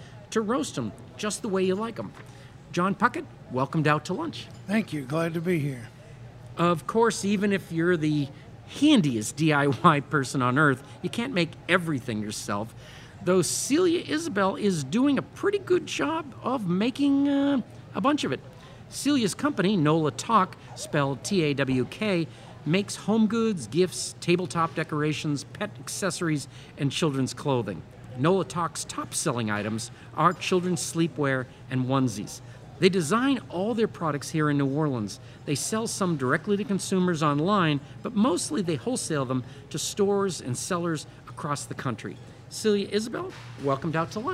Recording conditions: busy venue